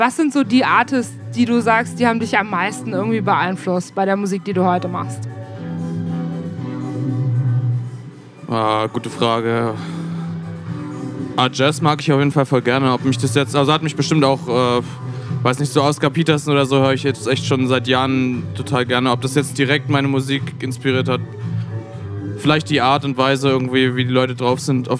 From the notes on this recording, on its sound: Live aus der Else. BLN.FM Interviews.